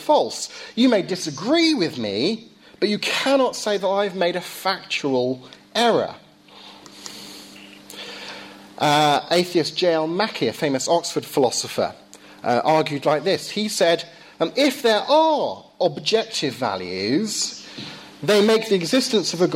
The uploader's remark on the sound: Lecture delivered at Downe House School